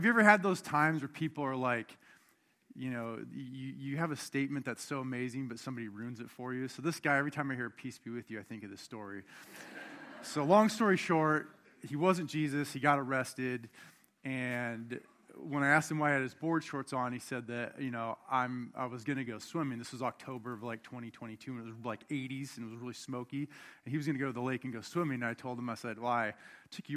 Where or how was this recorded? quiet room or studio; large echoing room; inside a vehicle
large echoing room